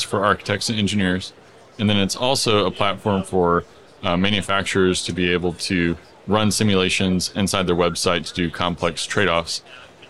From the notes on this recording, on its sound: We had a LIVE conversation from the expo floor of A'23, the AIA Conference on Architecture.